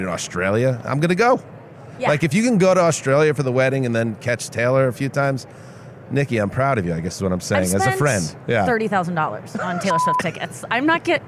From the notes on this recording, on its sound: In a convention center full of heroes. On radio row LIVE from Las Vegas.